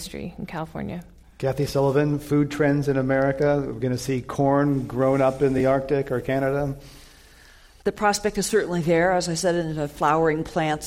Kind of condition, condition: setting, live audience